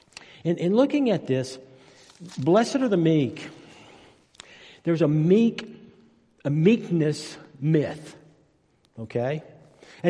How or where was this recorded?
large echoing room